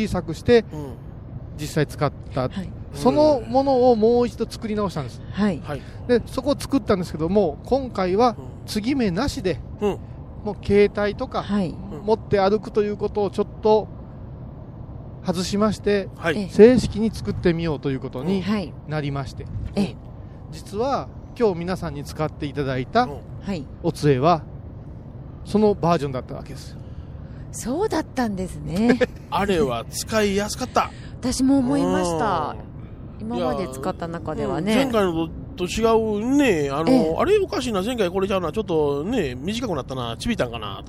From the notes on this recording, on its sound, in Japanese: 今回は、帰りの車の中からお送りします。車のエンジン音がBGMです。